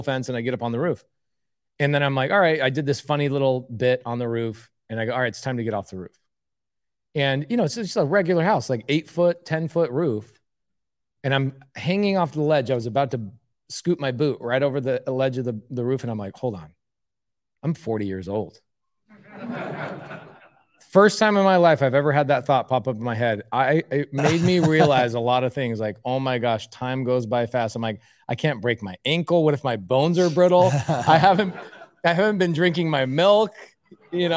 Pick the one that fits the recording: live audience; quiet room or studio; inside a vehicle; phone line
live audience